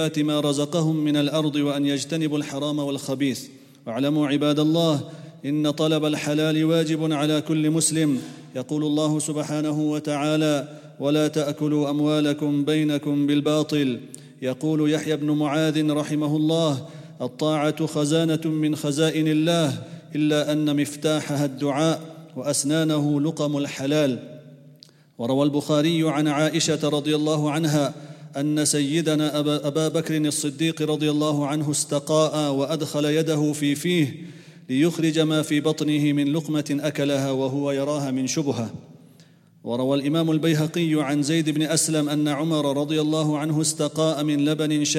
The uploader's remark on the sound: at the Houghton Masjid (West Street)